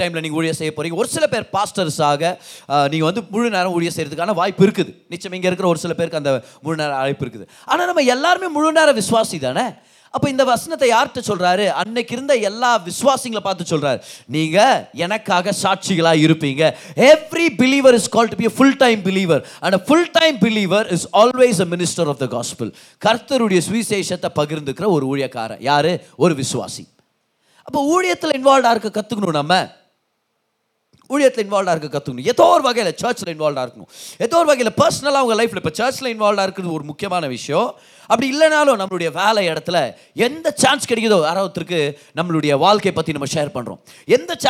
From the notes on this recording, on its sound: Singles Meet-Feb 2023. Preached in the Special Singles Meet.